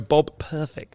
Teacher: that double plosive in the middle, you really need to make an effort to climb over the P